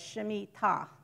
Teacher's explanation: in Hebrew, contrary to how the Spanish people speak, the emphasis is on the last syllable.